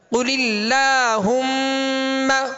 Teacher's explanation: میم پر کیا کریں گے؟ غنہ کریں گے، اس لیے کہ میم مشدد ہے. قل اللہم، لیکن اس بات کو ذہن میں رکھیے گا کہ یہ جو کھڑا زبر ہے اس کو ہم باریک پڑھ رہے ہیں، تو اس قدر بھی باریک نہ کیا جائے کہ ایمالا ہو جائے.